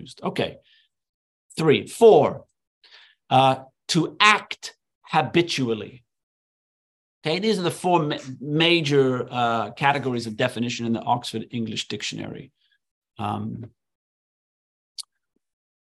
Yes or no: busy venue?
no